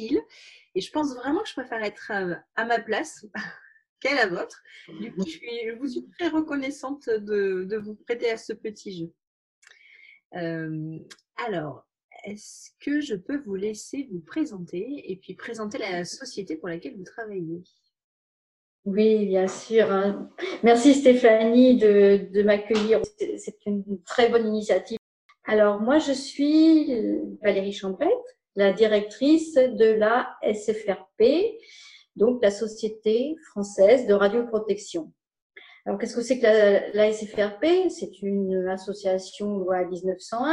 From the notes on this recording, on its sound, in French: Vous voudrez bien excuser la qualité du réseau. Je ne connais pas encore la fibre et il y a eu des coupures chez moi.